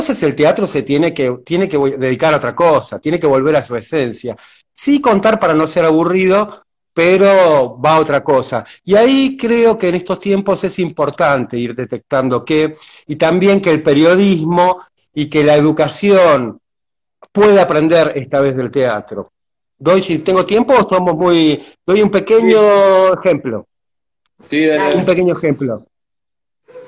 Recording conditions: video call